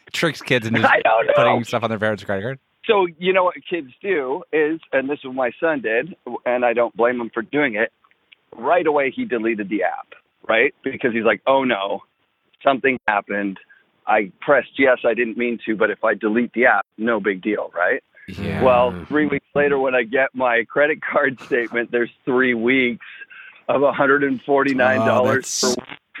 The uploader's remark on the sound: The Reply All Hotline. Open up the phone lines.